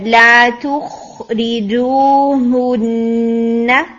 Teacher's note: پھر لَا تُخْرِجُوهُنَّ، یہاں پر خو، لَا تُخْرِجُوهُنَّ، اور اینڈ میں غنہ بھی ہم تھوڑا زیادہ دیں گے